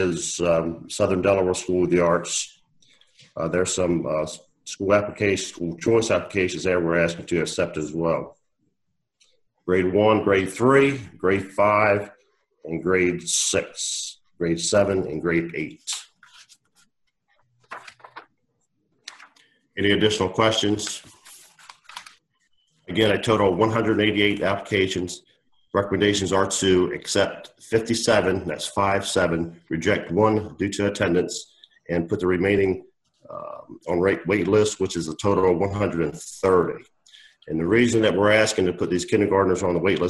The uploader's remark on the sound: An audio recording of the Indian River Board of Education regular meeting. This meeting was conducted online using the Zoom video conferencing platform.